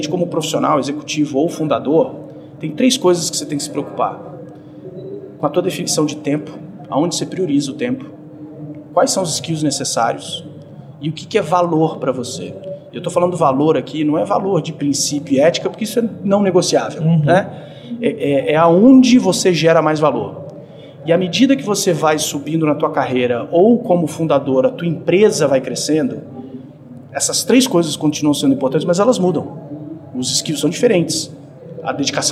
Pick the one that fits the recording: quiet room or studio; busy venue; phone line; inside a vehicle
busy venue